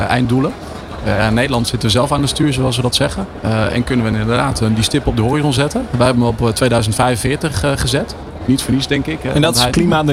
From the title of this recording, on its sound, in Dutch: New Business Radio op de PROVADA 2023